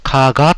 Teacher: 平音には変わった癖があります。それは語の途中にあるときは濁るということなのです。つまりカーカーと同じ文字を書いてあっても必ずカーガーと読まれます。キーキーと書けばキーギーと読まれるのです。ですから昔の加賀の国はカーカーと書けば OK なのですね。逆に語の最初の音は絶対濁りません。ガカと発音してほしいのに文字はカーカーと書くしかありません。しかしそう書けば規則通り必ずカーガーと読まれるのです。日本語のような声音と濁音の区別はないのです。これがハング語の音の特徴です。ハングルは世界一素晴らしい文字で、世界のすべての音が表記できると自慢げに語る人もいますが、今の例でこれが間違いだと分かったと思います。もちろん、ハングルがハング語を表記するのにふさわしい文字だということには異論がありません。なお、濃